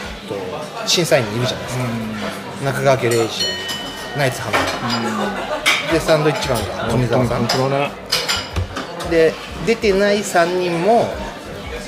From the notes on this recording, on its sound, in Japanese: 今回は年末の喧騒を中継できたら(ウソ)とサイゼリヤさんでの録音になってます！